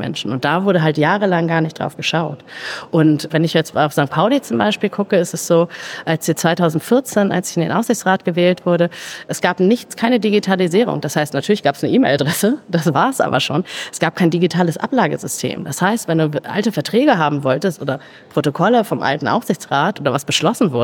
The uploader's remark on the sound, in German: Live auf der Solutions